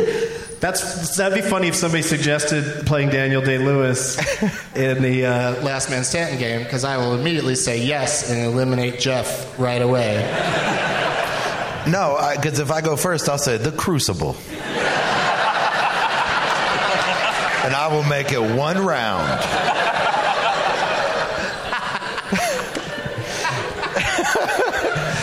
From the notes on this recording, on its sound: Live from the Woman's Club of Minneapolis